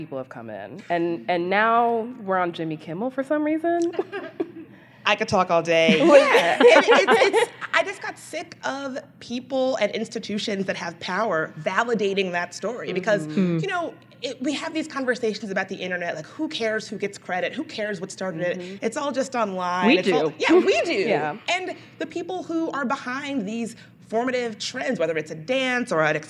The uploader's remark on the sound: ICYMI went to Austin this week and recorded a live show at South by Southwest.